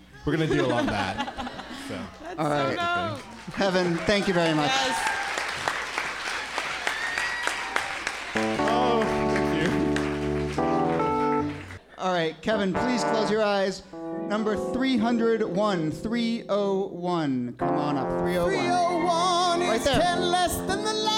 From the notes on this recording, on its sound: Ask Roulette is the conversation series in which strangers ask each other questions live on stage. This excerpt is from our recent show at Housing Works Bookstore in NYC.